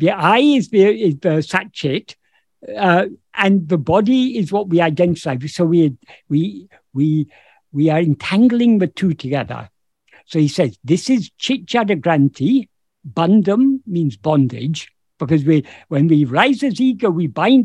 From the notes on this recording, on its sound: In a Zoom meeting of the ‘Ramana Maharshi Foundation UK’ on 27th August 2022.